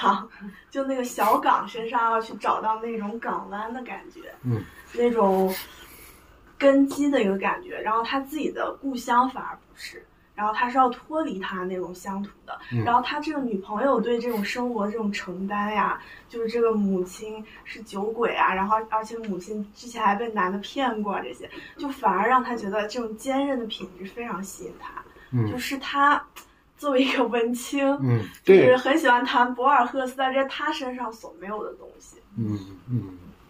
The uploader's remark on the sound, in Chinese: 由于是手机录音，杂音、环境音也都一并录进。现场读者参与热烈，但由于距离原因，声音较低，虽经后期调整仍显不足。现场读者互动也屡获掌声。